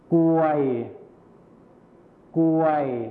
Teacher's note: ก็คือคำควบกล้ำที่เป็นรอเรือหายไปนั่นเอง